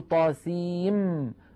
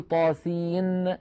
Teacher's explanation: فلذلك أرجو الانتباه، وأرجو أيضا الانتباه إلى ما يحدث من أحكام عند اقتران هذه الحروف، يعني لما نقول طاسيم ميم هنا ينشأ إدغام، لأن طاسين آخرها نون ساكنة وميم أولها ميم، فندغم النون في الميم فنقول طاسيم ولا نقول طاسين بالنون · Shown in: first take